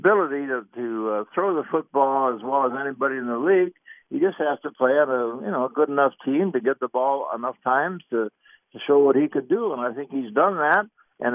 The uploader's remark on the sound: They also open up the phone lines and take your calls.